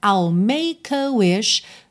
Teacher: It termina em T, to. Começa em T, você junta num T só.